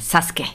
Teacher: Das U spricht man nicht